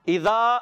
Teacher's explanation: اذا حمزہ کو واضح کریں گے، زال الف زبر زا، زال کو زا سے نہیں بدلیں گے